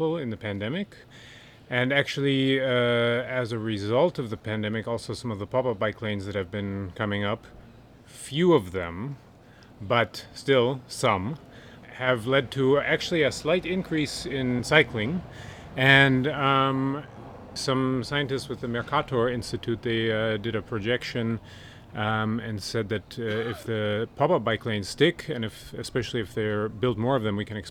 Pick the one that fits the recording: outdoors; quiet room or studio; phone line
outdoors